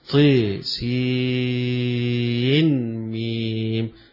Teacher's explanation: وعند حمزة يقرأها سين ينطق بالنون بتاعتها وما يدغمهاش يبقى حمزة هيقرأها طي سين ميم، يبقى هنا السين حيقرأها بالنون التي في آخرها.